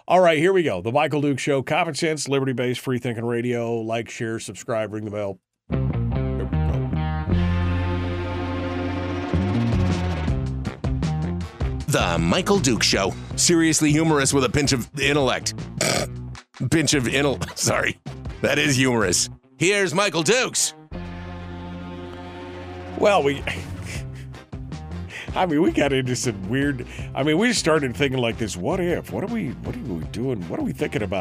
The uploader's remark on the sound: Today it's just you and me, with phone lines opening up right from the start.